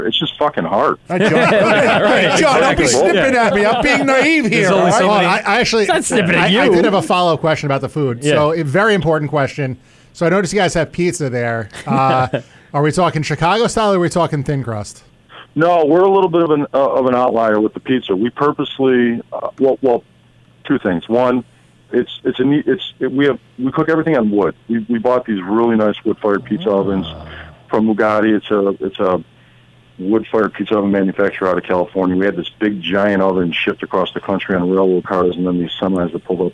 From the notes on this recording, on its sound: both on the phone and in studio.